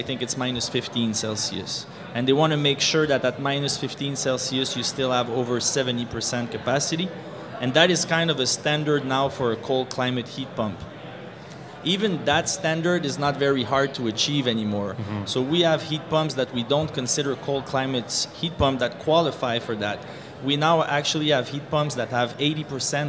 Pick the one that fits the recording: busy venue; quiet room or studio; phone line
busy venue